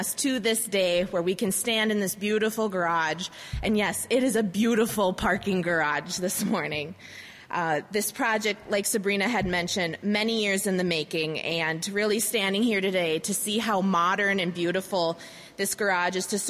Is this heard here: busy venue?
yes